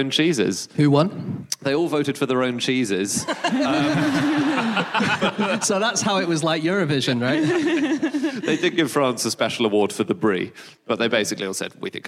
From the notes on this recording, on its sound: Live from Nottingham